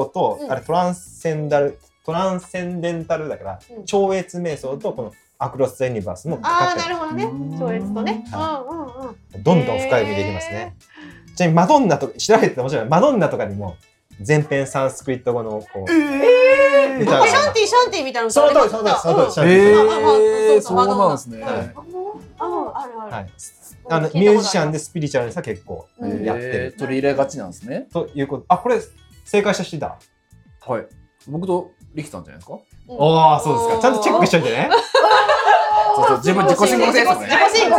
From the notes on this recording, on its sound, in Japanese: おもしろ仏教クイズ』inロータスラジオ公開収録。公開収録で大盛り上がりのなか繰り広げられた『仏教クイズ』。